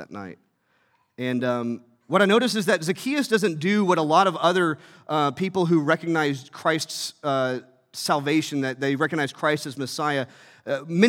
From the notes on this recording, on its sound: from our Thrive family service in Asbury Hall at 9:30 A.